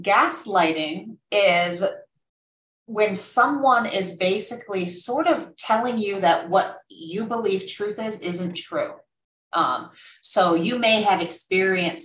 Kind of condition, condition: link, video call